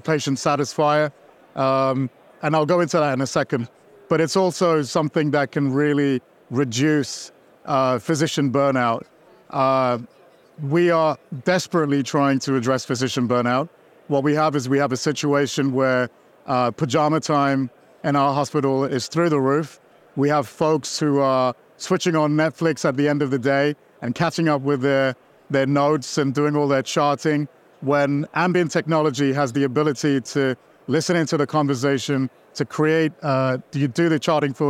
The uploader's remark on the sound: Special Episode LIVE from the floor of Becker's